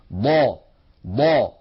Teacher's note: الحرف الثالث والأخير في حلقة اليوم حرف الضاد، والضاد يا إخوة سبق أن تكلمنا عن مخرجها وقلنا بأنها من حافة اللسان اليمنى أو اليسرى أو منهما معا مع الصفحة الداخلية مع ما يحاذيها من الأضراس العليا